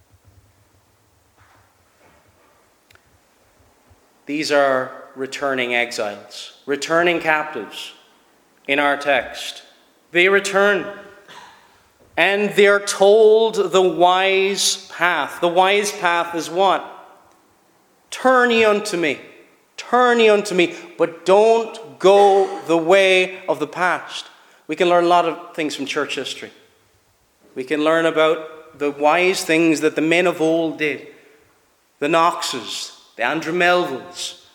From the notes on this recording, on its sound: Preached at Shettleston Free Church -Continuing- for their communion season.